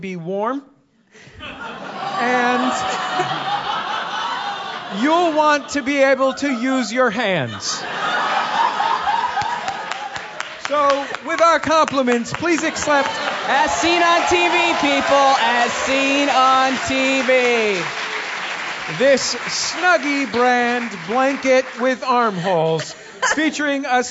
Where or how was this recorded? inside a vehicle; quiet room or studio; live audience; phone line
live audience